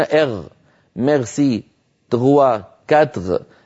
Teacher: يقلبون الراء غينا، عادة · Term: قلب الراء غينا